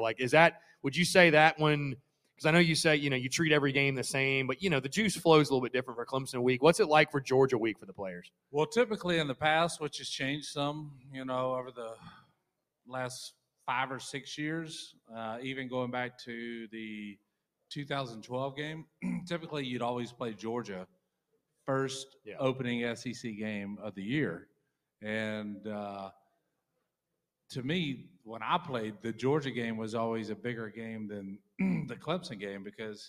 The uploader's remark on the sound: joins the show live from Tin Roof